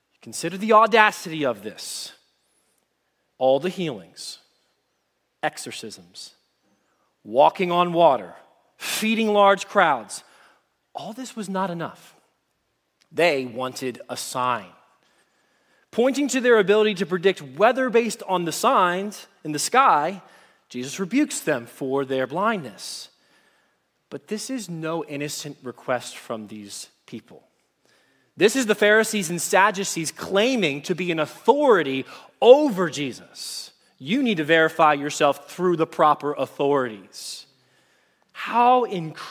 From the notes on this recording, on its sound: Message Preached at Valley Creek Church